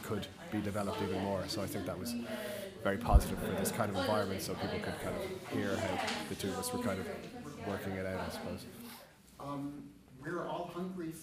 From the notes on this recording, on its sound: What? ... Wow Festival: Public masterclass. Audio from the masterclass held as part of New Music Dublin’s 'What?